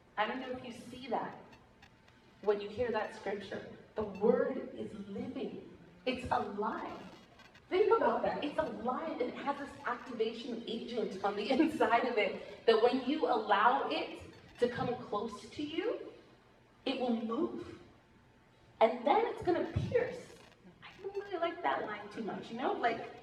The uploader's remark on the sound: Please excuse the quality of sound recording — we had some mic trouble.